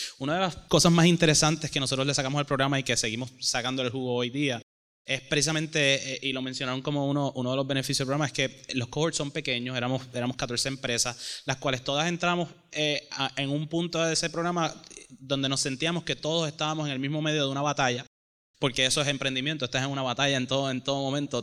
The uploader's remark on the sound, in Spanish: ¡En vivo desde el Boricua Emprende Fest!